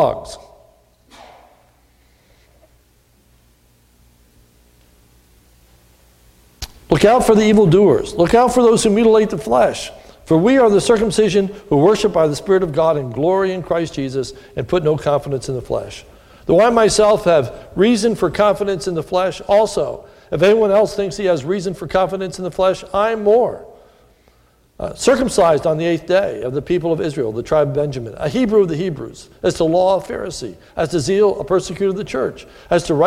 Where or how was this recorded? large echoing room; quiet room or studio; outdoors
large echoing room